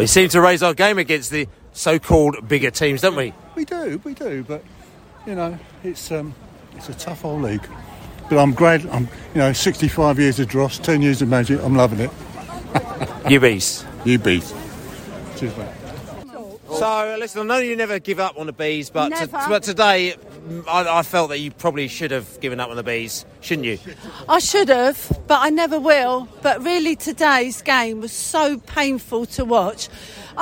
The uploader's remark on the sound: Post-match podcast from the stands.